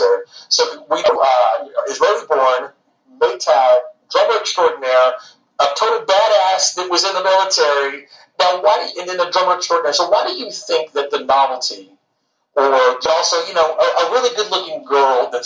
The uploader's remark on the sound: Tour bus parked in front of Trees hours before her band opened the show. Her Tour Manager told us we had to wrap it up as it was now time for soundcheck.